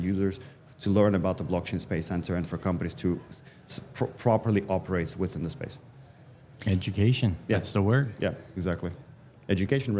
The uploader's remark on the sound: LIVE FROM MONEY 20/20 EUROPE. Taped at Money 20/20 Europe in Amsterdam.